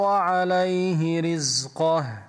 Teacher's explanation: الراء من كلمة رزقه مرققة لماذا لأنها مكسورة